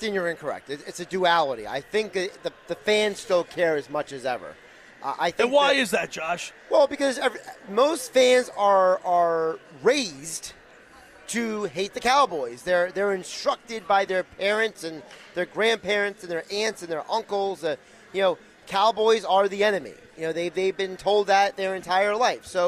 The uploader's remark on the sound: Sunday's Live Broadcast at the Caesars Sports Book inside the Tropicana